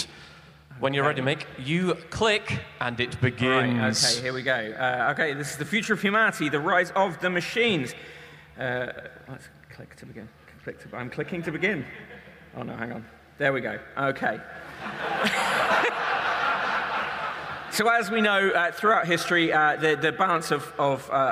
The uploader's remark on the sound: Emf2022. An audience interactive event; where willing volunteers collide with GPT-3 AI to present an informative, intellectual and light-hearted presentation to a receptive crowd.